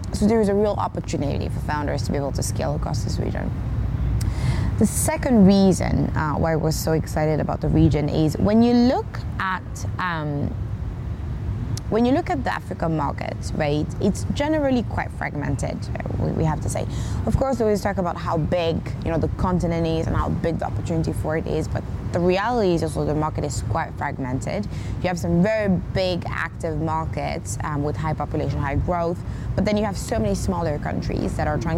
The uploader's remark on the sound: To kick off this season, I’m going to take us back to Dakar, to the beautiful conference space at hotel Terrou bi where we hosted our latest West African Summit. Throughout the conference I chatted various stakeholders in our ecosystem.